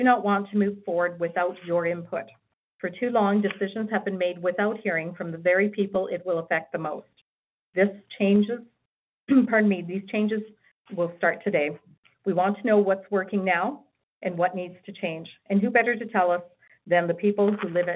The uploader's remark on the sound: Health care professionals participated in a telephone town hall to help shape a stronger health system.